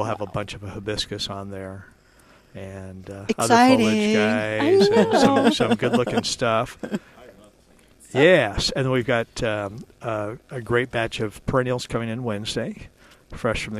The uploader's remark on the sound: Plant Experts Live from Prairie Gardens.